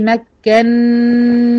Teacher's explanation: مكنني، بسكن النون الأولى، فالنون الأولى هتدغم في التانية · Term: إدغام مثلين كبير